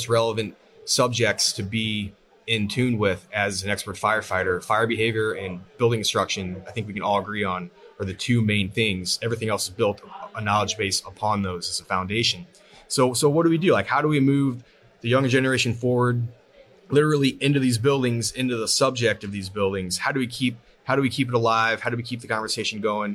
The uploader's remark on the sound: Live at FDIC